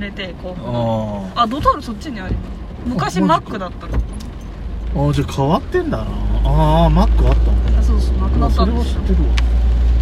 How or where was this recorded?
inside a vehicle